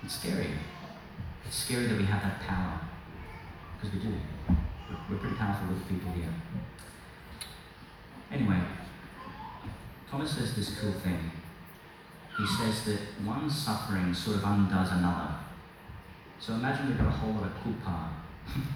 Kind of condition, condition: setting, live audience